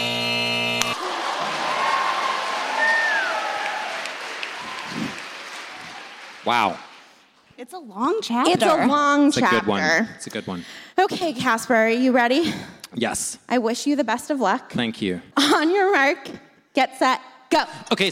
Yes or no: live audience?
yes